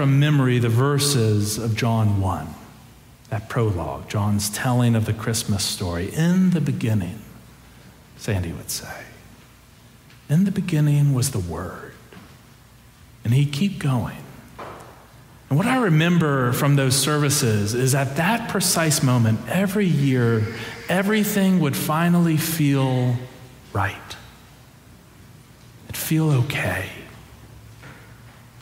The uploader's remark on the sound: Preached during our Christmas Eve Candlelight Services